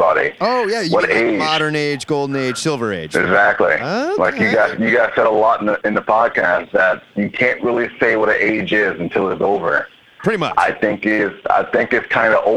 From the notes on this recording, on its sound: Comic book call-in show.